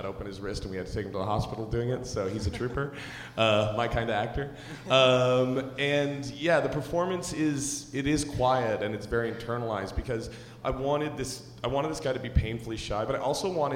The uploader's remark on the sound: Hit the stage for their first live Puck Talks podcast. Puck Talk Live.